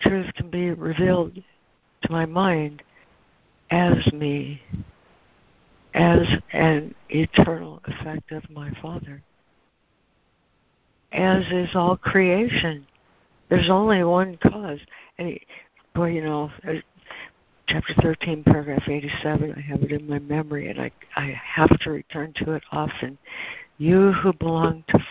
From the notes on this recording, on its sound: ACIM Daily Conference Call